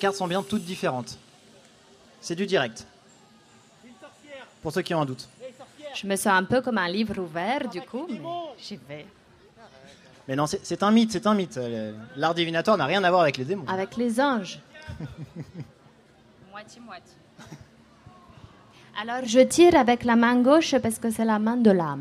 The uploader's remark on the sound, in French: Enregistrée en direct et en public sur la troisième édition du festival Maza'Grand Événement.